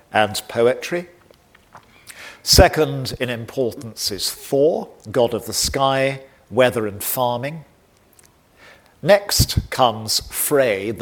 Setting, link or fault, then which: setting, large echoing room